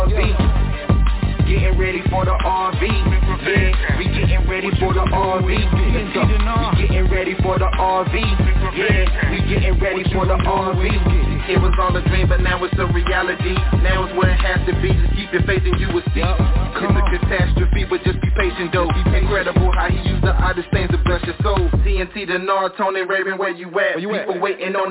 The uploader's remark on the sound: TNTSuperfantastic Conference Call - Friday, October 28, 2022